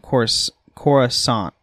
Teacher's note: with the second C being silent and the stress of the first syllable